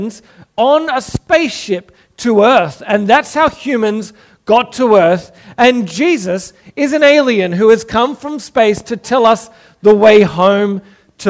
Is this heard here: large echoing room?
yes